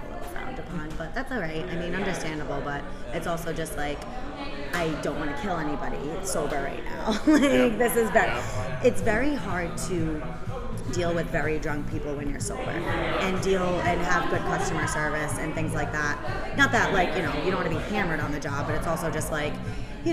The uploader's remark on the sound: at The Thirsty Beaver in Cranston, Rhode Island